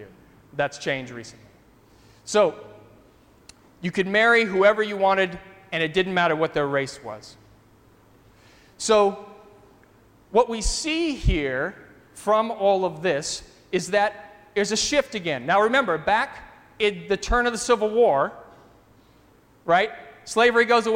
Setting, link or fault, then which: setting, large echoing room